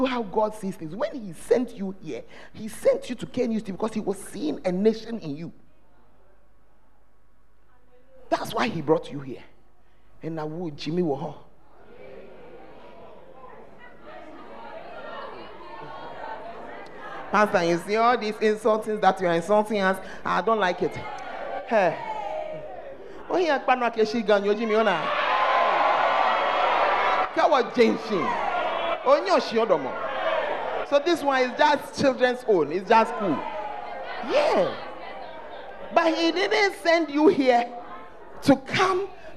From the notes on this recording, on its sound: The Fountain of Life Cathedral during The Presence Service